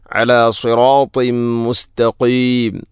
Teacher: അല സിറാത്തിം മുസ്തഖീം അല സിറാത്തിൻ ത്വാ ശേഷം തൻവീനു ശേഷം മീം വന്നാൽ ഇദ്ഗാം കാമിൽ. തൻവീനിനെ മീമിലേക്ക് ഇദ്ഗാം ചെയ്യണം.